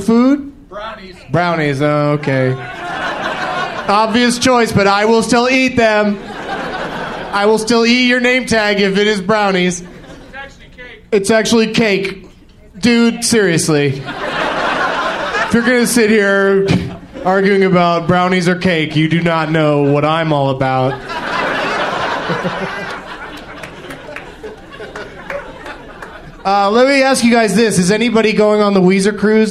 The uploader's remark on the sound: Recorded live at the The Louie Anderson Theater at Palace Station Hotel & Casino in Las Vegas, Nevada.